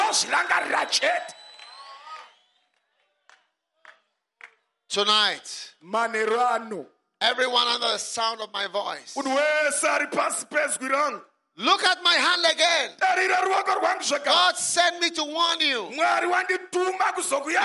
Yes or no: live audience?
yes